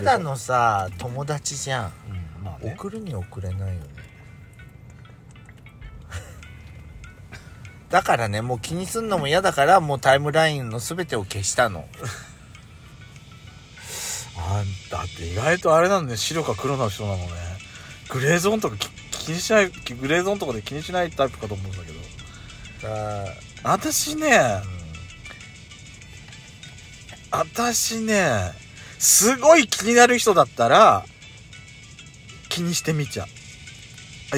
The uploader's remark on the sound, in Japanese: 2人組。パーキング収録。スマホ。